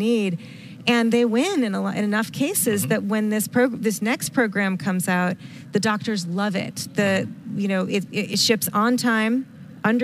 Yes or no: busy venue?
yes